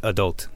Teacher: and you stress the second syllable